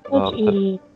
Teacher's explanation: первая вот эта А, она может практически в ноль даже уйти